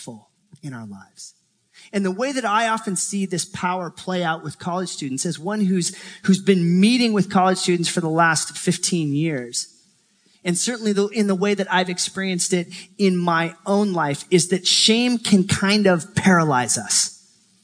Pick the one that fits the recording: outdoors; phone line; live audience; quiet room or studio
live audience